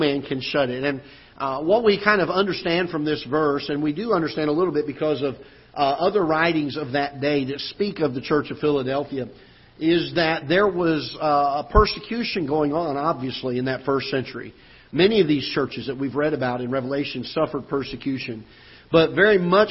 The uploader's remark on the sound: Ketha Heights Baptist Church ~ Live Broadcast